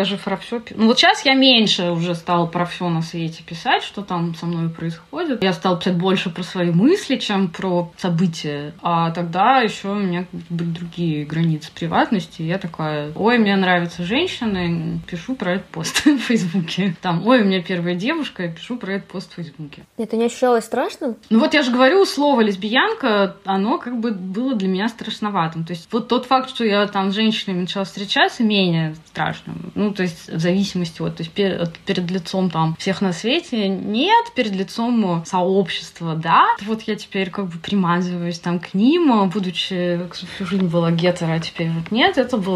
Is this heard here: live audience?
no